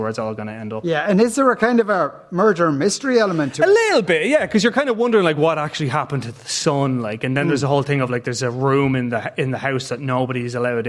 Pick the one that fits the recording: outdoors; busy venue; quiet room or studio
busy venue